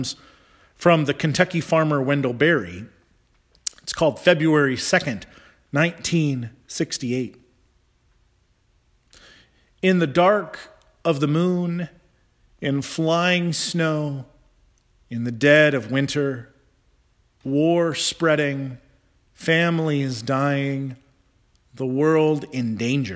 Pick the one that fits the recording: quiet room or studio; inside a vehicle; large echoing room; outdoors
large echoing room